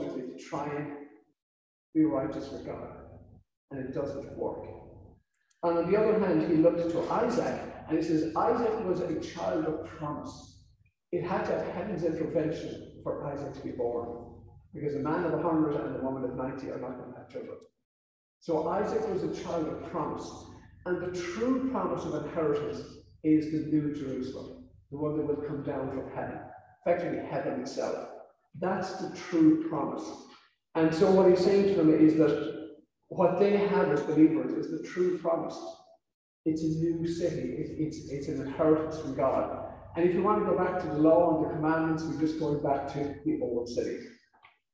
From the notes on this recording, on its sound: This sermon was recorded on July 25th at our in-person service. Due to the audio setup, the sound quality of this sermon is a bit poorer than others in this series.